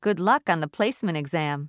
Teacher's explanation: the words luck and placement are stressed